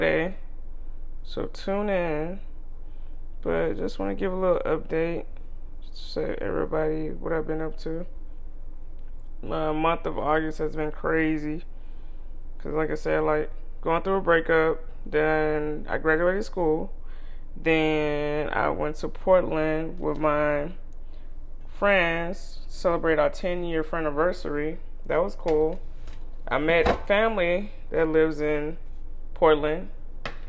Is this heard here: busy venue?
no